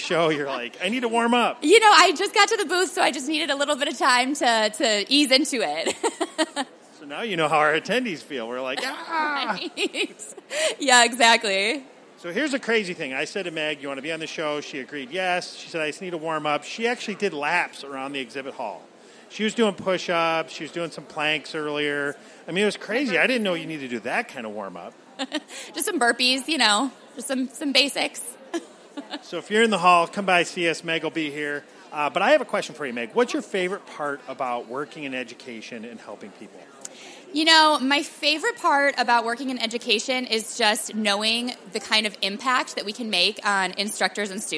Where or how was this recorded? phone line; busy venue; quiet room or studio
busy venue